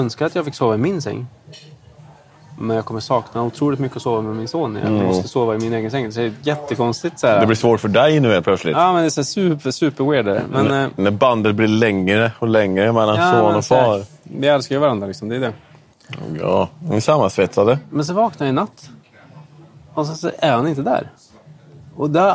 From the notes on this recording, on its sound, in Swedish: Specialavsnitt på Olssons Bazar. Med pizza & några bärs. Vi ber om ursäkt för ljudet men det är svårt att kontrollera allt som händer runt omkring oss i en restaurangmiljö.